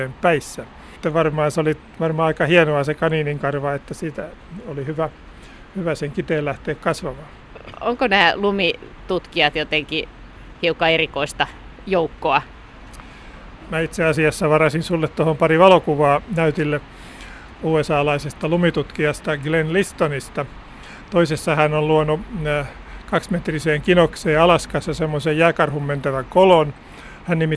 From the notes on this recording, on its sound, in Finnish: vesisateisella lumiretkellä